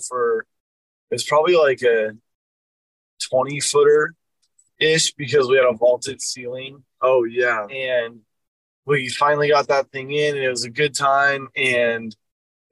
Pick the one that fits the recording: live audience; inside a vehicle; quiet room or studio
inside a vehicle